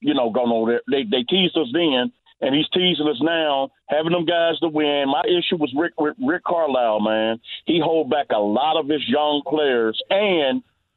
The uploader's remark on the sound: Opens the phone lines to get some listeners opinions on the Colts and their new hire!